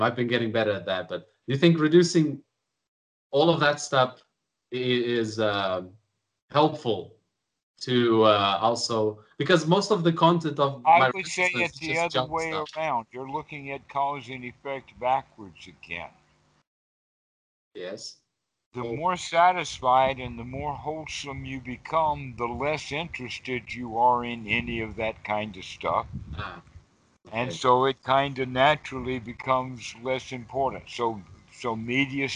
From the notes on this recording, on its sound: skype calls on this channel